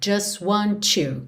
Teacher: o just, a gente não ouve o som do T, já vai direto do S para o want